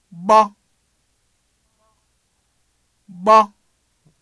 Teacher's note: That's an imploded B.